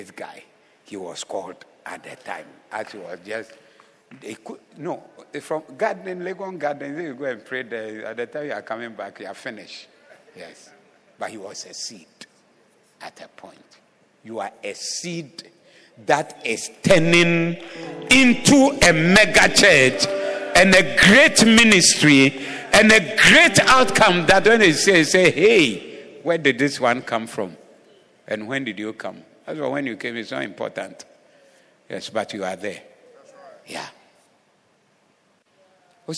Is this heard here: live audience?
yes